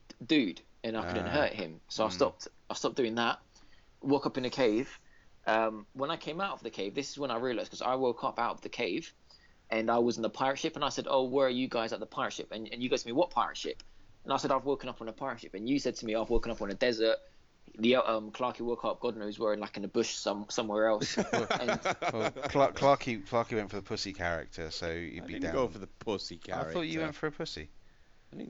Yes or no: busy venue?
no